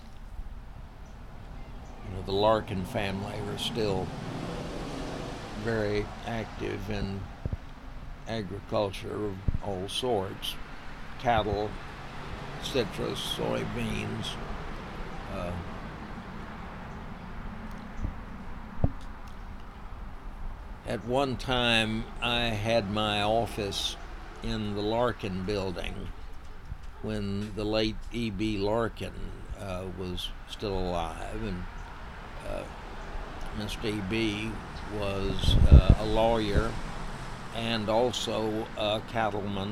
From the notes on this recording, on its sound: The conversation takes place outside, so you'll hear the occasional car drive by, or the wind blow from time to time.